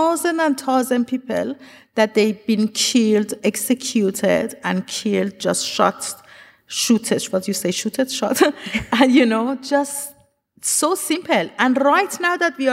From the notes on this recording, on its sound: This event was recorded on Wednesday 8 March 2023 at The Capitol.